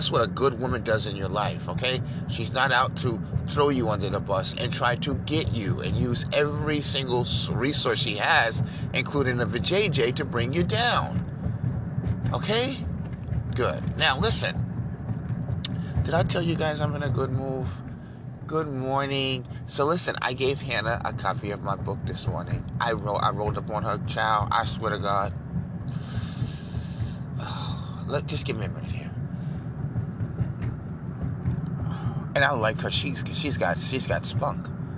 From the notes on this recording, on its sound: the trees sound beautiful the sun is amazing and the birds are extremely loud